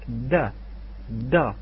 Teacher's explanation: يأتي برأس اللسان ومستدق رأس اللسان ويصله بأصول الثنايا العليا ويخرج هذا الحرف